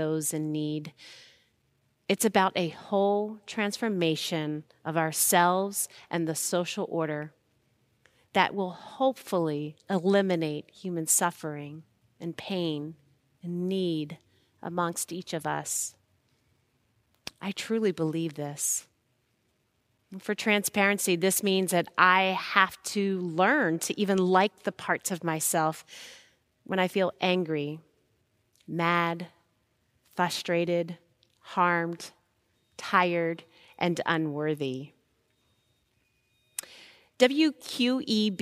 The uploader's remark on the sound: Recorded live at Beatitudes Church in Phoenix, AZ